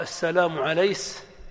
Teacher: قلب كاف المؤنث الموقوف عليها سينا فيقال السلام عليس، أو إتباع كاف المؤنث الموقوف عليها سينا فيقال · Term: الكسكسة